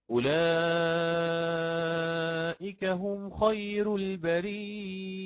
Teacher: كلمة البرية وقد وردت في سورة البينة في موضعين اثنين، يقرأها الإمام ورش بإثبات الهمز وتحقيقها ويقول أولئك هم خير البرية، بترقيق الراء خير.